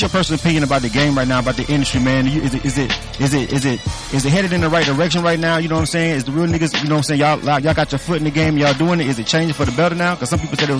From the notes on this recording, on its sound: K-100 Radio at DBS Sounds. At DBS SOunds in Atlanta for the in store CD signing. Southside ATL!